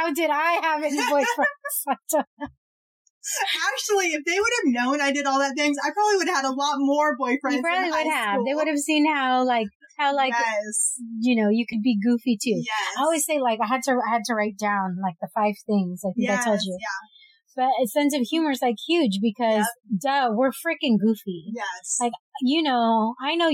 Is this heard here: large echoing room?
no